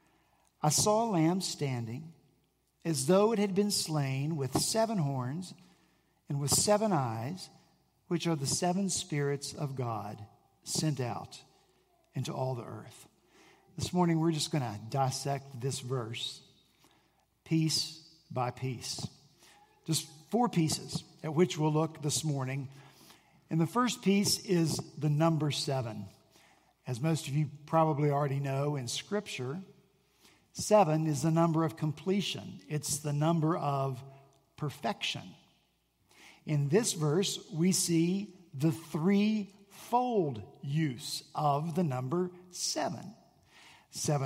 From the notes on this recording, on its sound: At Redeemer Presbyterian Church in Charleston, SC